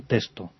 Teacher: en España, la pronunciación normal y la más recomendable es solamente una S